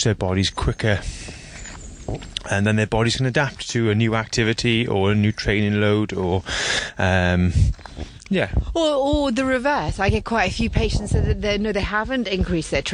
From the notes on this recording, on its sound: while walking through the Monmouthshire countryside